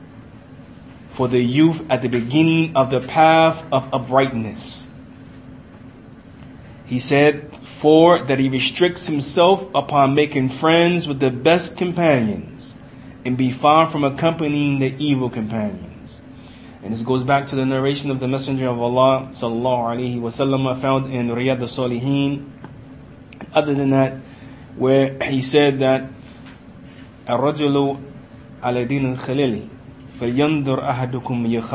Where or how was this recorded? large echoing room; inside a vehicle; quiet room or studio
large echoing room